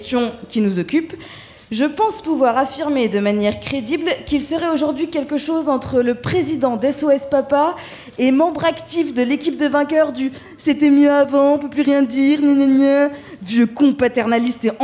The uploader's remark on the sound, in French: notre docu-fiction réalisé en direct et en public depuis le Périscope le 6 juillet dernier à l’occasion de l’événement Radio Terrasses !